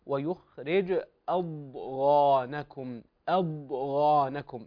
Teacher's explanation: ينطق الضاد بالاستطالة، وهو حرف مفخم ويليه حرف مفخم